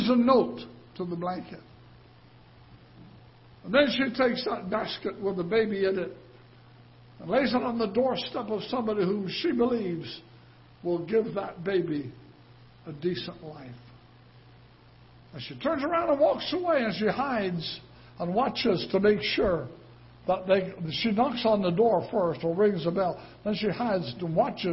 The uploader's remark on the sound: Ketha Heights Baptist Church ~ Live Broadcast